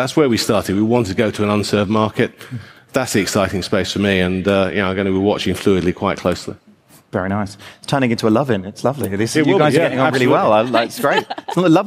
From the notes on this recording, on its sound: Live from Xerocon. This week's special edition of Fintech Insider Insights was recorded live at Xerocon 2017 from London's Excel Centre.